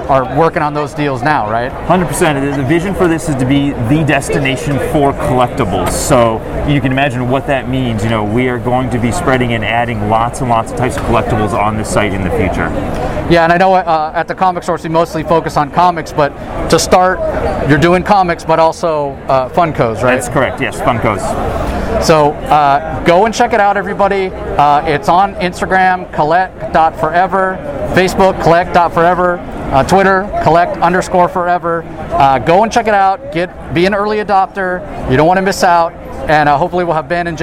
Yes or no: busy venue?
yes